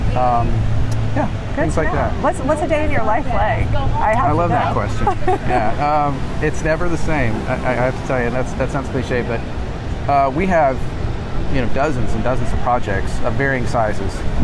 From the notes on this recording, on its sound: Join her in this live audio from the attraction's media day.